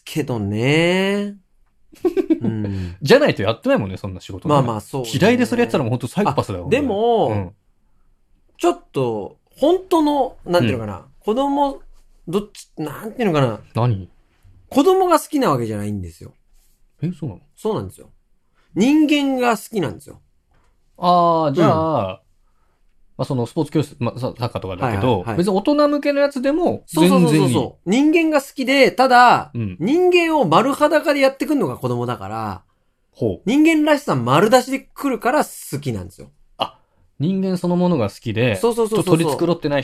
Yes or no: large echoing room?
no